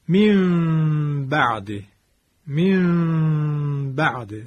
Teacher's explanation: از فضای بینی صدا رو خارج بکنیم، دو حرکت کشش بدیم و لبهامون رو یک مقداری باز نگه داریم. من این مسئله رو باز هم در حالا احکام میم ساکنه خواهم گفت که به این ترتیب میگیم که این اقلاب ما همراه شد با غنه.